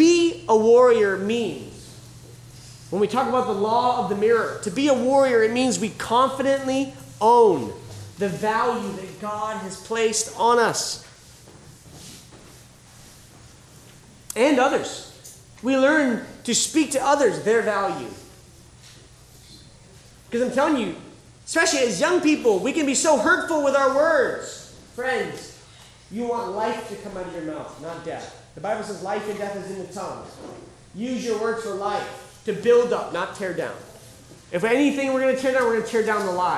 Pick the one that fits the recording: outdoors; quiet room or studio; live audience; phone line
live audience